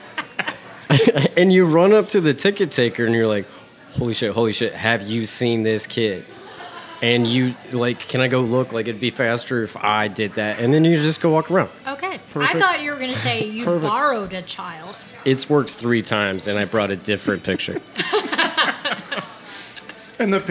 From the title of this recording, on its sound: TAQUERIA LA NUEVA-WESTPORT! On Location!